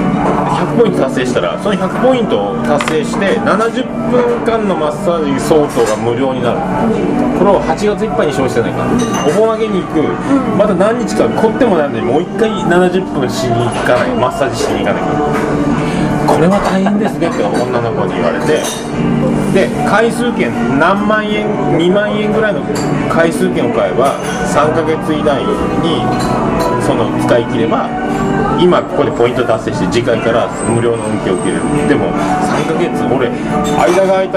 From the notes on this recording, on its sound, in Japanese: ミュージシャンの聖地ザ・満麺屋にて